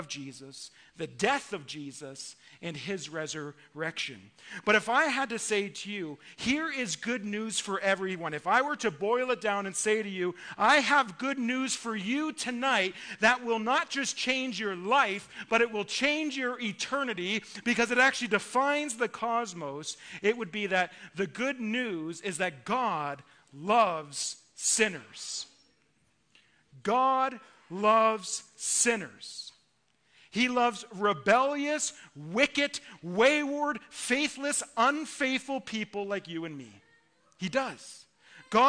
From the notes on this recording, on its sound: Listen to our Christmas Eve sermon delivered at our evening service.